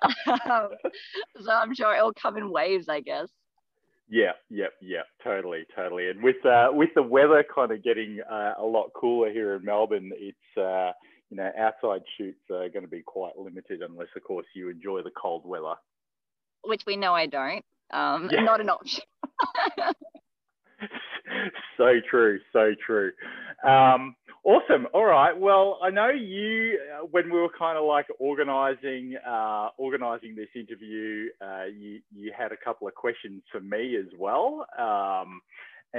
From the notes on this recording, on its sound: on the phone